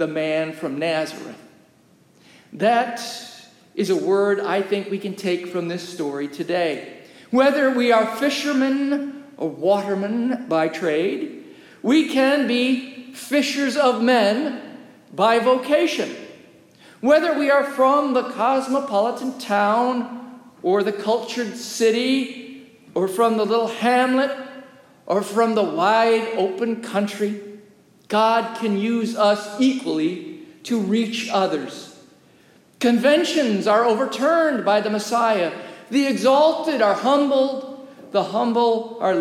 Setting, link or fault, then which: setting, large echoing room